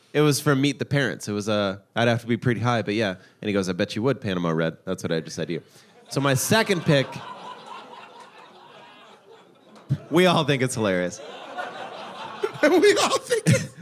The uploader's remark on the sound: This episode was recorded live at the Doug Fir in Portland, Oregon.